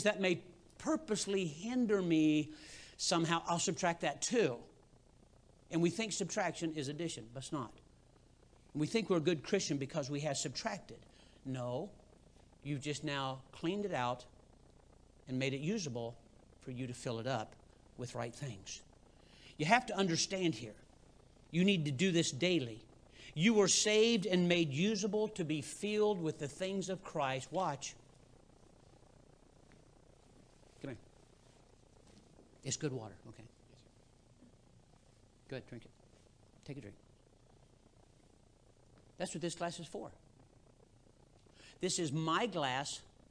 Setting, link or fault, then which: setting, large echoing room